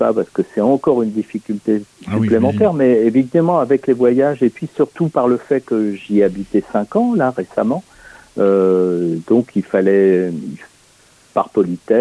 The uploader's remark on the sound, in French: reçoit par téléphone le dessinateur